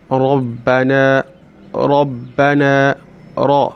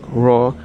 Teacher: You don't say Ra like you're pronouncing the normal R, like Ra, but you make it a little bit thick. · Shown in: first take · Term: thickened raw